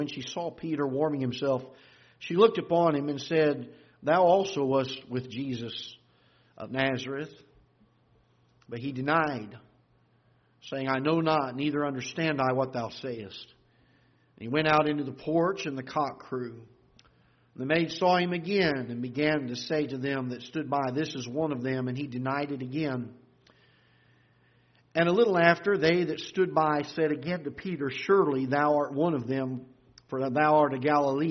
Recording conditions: large echoing room